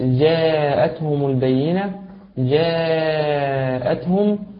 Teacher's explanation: الألف هنا ترقق لأنها سبقت بحرف جيم